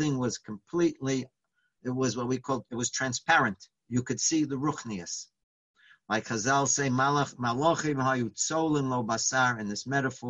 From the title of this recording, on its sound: Live On Zoom: 7-12-2020